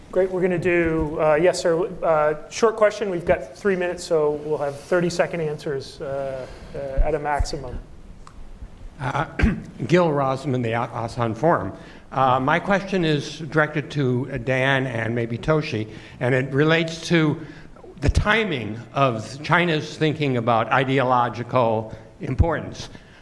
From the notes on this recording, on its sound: Q&amp;A with the audience